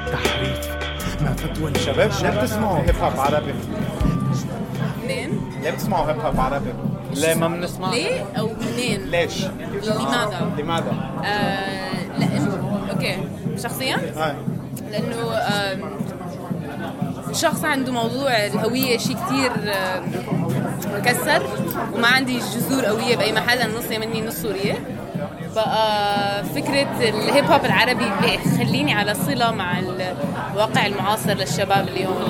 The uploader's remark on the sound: Speaks to some up and coming rappers at a joint performance in Beirut, and gets feedback from the audience and fans.